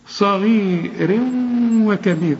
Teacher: الصاد هنا مفخمة، تاني درجات التفخيم